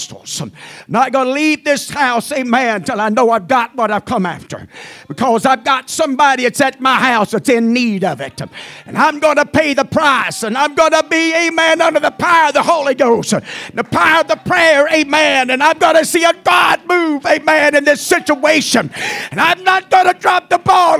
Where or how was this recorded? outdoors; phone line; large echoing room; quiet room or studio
large echoing room